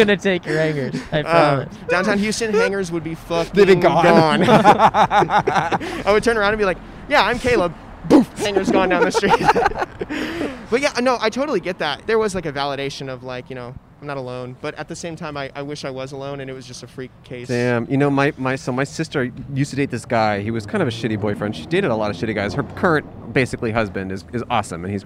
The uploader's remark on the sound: We recorded in front of iconic California institution In-N-Out. A lovely past guest who happened to walk by again. On Brand Blvd in Glendale.